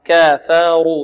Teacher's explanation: عندنا الكاف هنا مرققة والفاء ماذا؟ مرققة، والراء مفخمة، كافاروا، لا نقول كفروا، كفروا كخطأ، كافاروا، كفروا، رو.